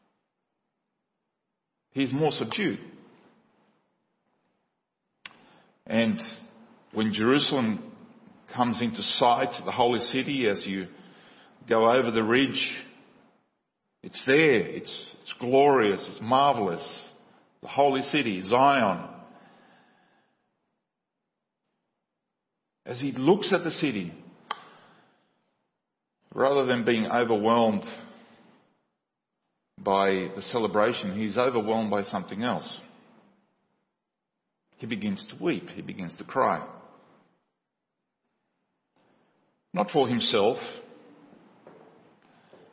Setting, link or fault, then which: setting, large echoing room